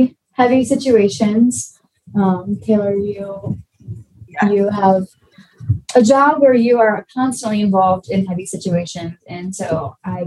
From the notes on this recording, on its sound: We recognize there are some impurities that come with recording over video communications and we are thankful for the law school team’s efforts around editing these episodes.